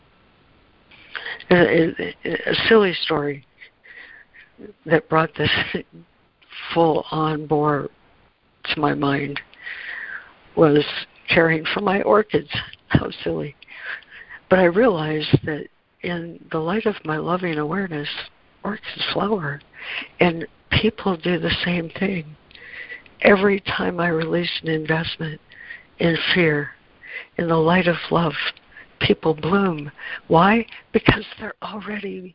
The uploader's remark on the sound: ACIM Daily Conference Call.